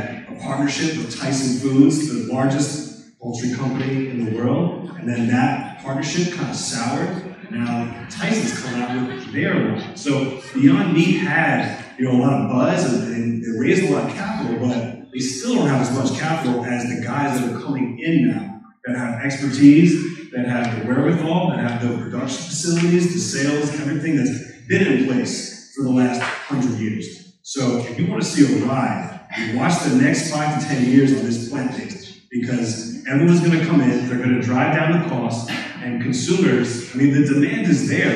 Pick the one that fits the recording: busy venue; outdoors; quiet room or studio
busy venue